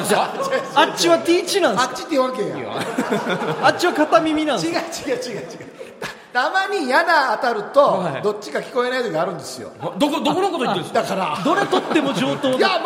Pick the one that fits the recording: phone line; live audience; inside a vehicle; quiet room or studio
live audience